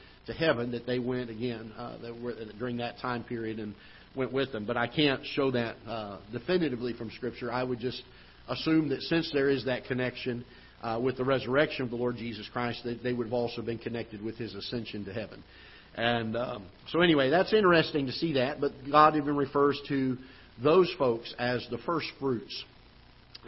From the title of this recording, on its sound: Ketha Heights Baptist Church ~ Live Broadcast